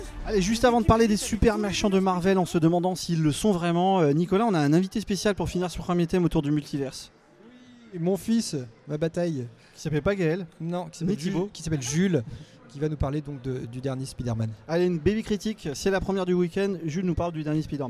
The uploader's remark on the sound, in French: Une première tranche du dernier festival de Génération Multivers , enregistrée pendant notre direct. Le festival génération Multivers, Direct radio #1. Une première tranche du dernier festival de Génération Multivers , enregistrée pendant notre direct. En compagnie des nombreux invités qui sont venus à notre table.